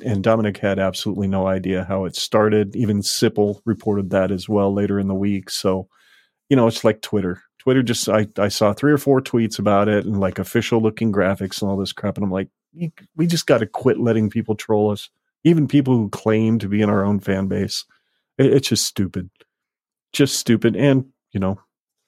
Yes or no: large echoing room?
no